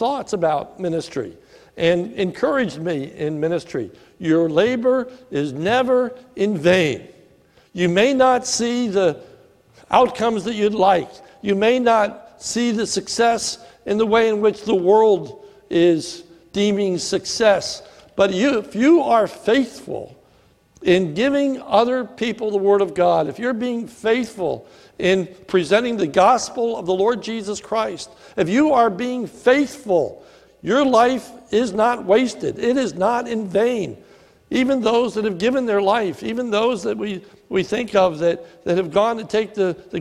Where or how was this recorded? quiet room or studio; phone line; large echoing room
large echoing room